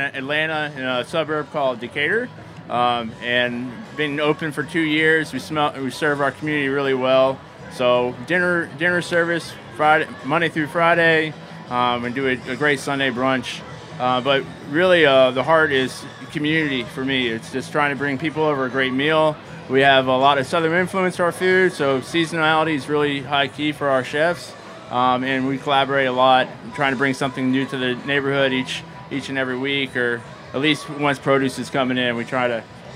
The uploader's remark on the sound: over the Springer Mountain Farms campfire at Charleston Wine + Food